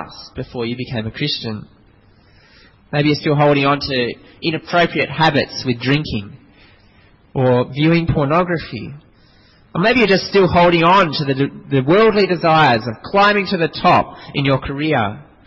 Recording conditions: large echoing room